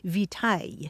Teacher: And then Latin victualis passed into French, but along the way it lost that hard C sound, so it sounded more like vitaille